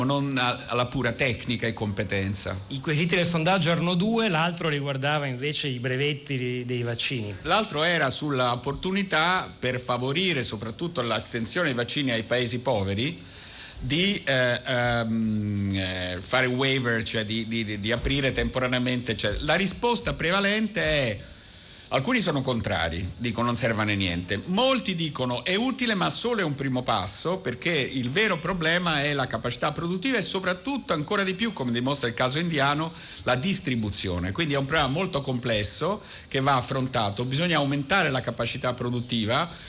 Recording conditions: busy venue